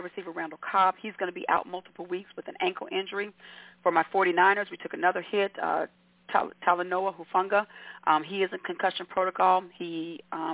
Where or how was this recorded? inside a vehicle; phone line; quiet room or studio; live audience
phone line